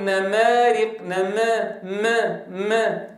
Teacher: أما بالنسبة لأخطاء النطق بالحركات، الفتحة من الأخطاء فيها خلط صوتها بشيء من صوت الكسرة، أن يميلها خلط الفتحة بشيء من صوت الكسرة · Term: ممالة